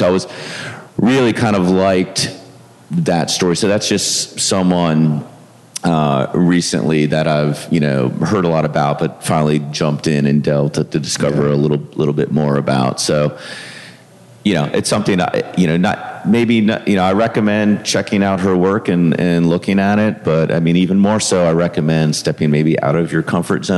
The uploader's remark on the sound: A live panel on street photography that was recorded live at this year’s Miami Street Photography Festival.